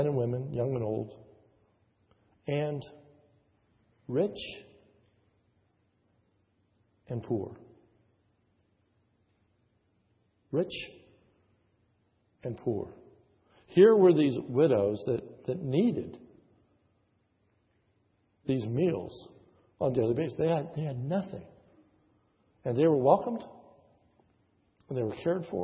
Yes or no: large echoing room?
yes